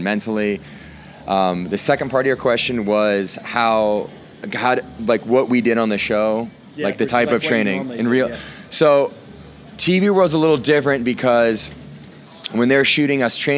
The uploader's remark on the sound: Special live episode from the FitExpo in Los Angeles. While speaking at the FitExpo in LA, CA.